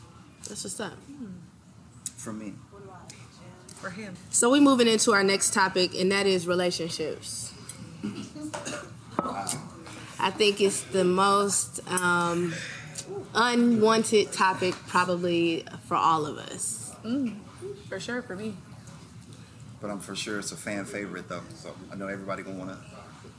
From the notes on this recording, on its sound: Venue: Bar 2200 - Houston, Texas